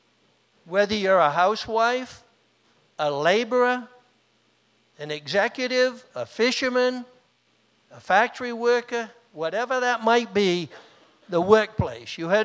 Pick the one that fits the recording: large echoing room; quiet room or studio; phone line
large echoing room